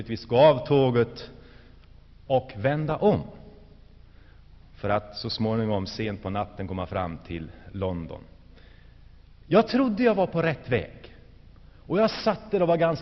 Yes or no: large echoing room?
yes